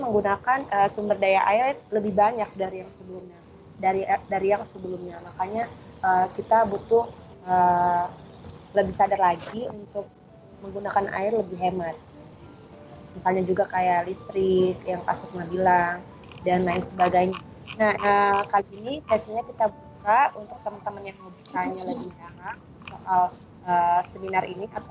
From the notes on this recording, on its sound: Kami pun mengadakan Webinar via Skype dengan judul Aksi Iklim di Tengah Pandemi. Webinar ini berhasil menggait kurang lebih 56 partisipan yang aktif dalam diskusi.